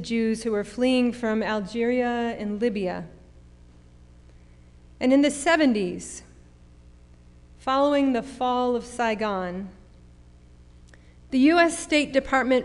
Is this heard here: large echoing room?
yes